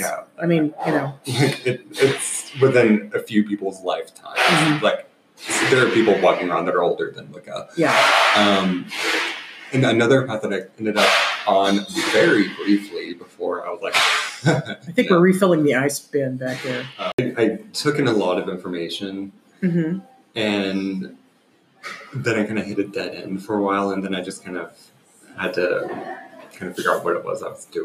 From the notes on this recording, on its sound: It's difficult recording in a busy coffee shop and there were a ton of moments that needed to be edited out. Though sometimes it might be a bit hard to hear, hang in there.